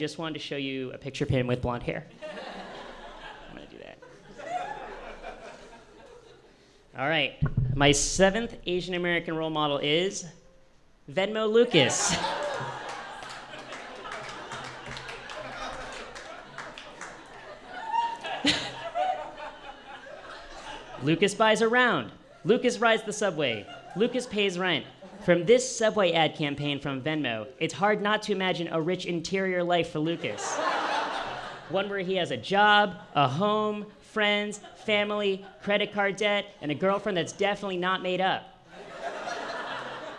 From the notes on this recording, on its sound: On Stage at Housing Works Bookstore Cafe.